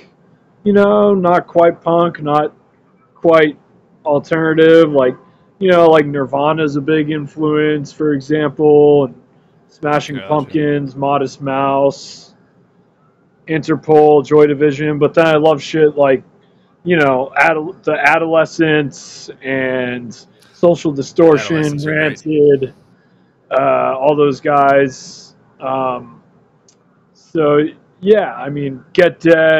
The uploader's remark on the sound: We lost alot of this interview from some bad internet shit.